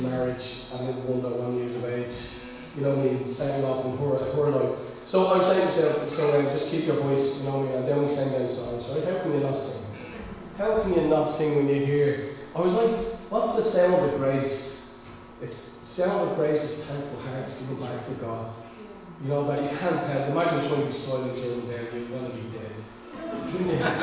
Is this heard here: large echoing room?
yes